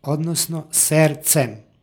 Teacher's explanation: Ovdje imamo gomilanje suglasnika i prema ekvivalentu u srpskom jeziku izgovorno D izostaje.